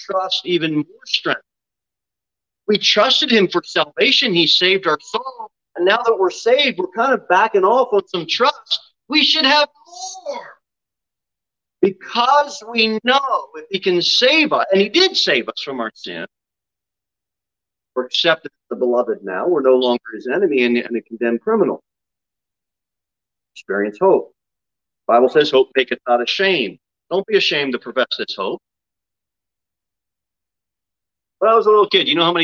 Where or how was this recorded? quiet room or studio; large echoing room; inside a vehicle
large echoing room